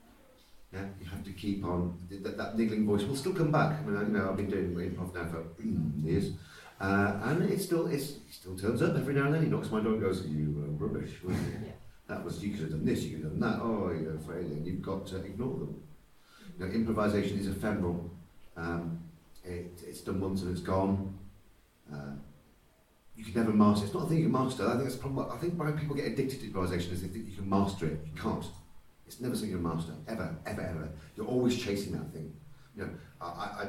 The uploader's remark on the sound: LIVE from Newcastle Improv Festival. Broadcast in front of an audience, as part of the Newcastle Improv Festival. As this was recorded live in a busy theatre with a lively audience, the sound quality isn’t as great as our usual episodes.